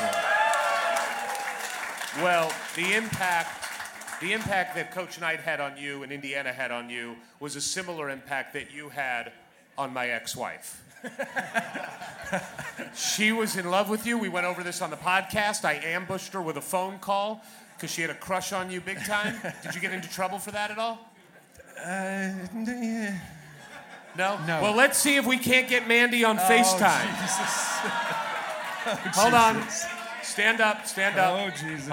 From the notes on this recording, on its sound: HOMECOMING (LIVE from THE BLUEBIRD).